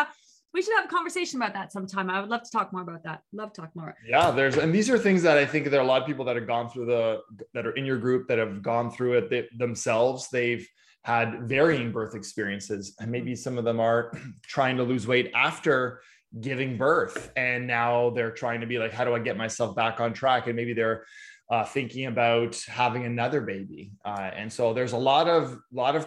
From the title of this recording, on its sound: Facebook Live - Day 72 - Morning Live